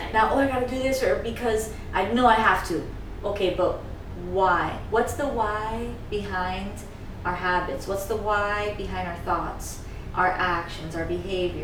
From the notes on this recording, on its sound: This was recorded pre-microphones